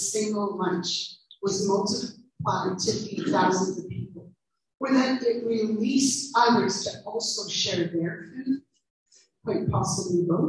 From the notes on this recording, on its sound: We do apologize for the poor sound quality on this one - we are working the little sound gremlins out.